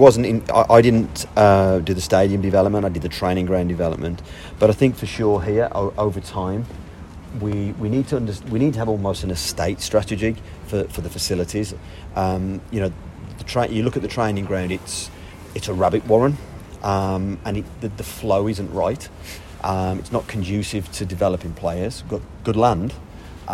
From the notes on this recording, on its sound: Full audio of the first press conference